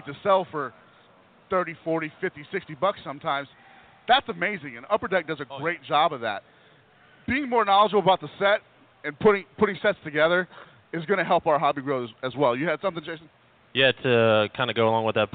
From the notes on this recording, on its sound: the Podcast Roundtable from the 2018 National Sports Collectors Convention